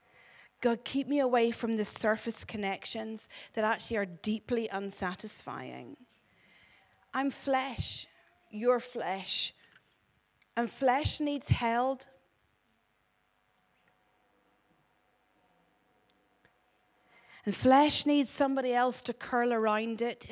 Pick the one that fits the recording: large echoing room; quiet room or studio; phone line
large echoing room